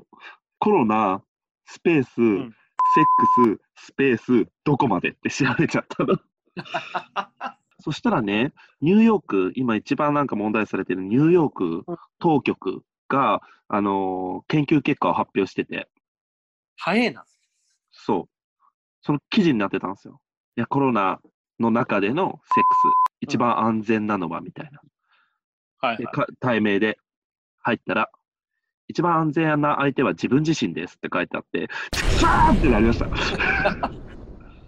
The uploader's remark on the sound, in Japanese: オンライン収録に挑戦！オンライン収録を実施！